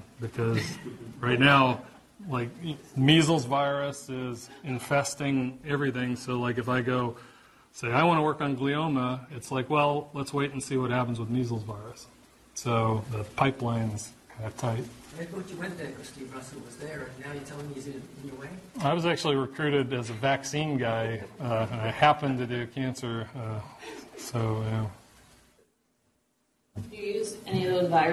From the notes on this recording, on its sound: Norris Cotton Cancer Center Grand Rounds presented on June 19, 2018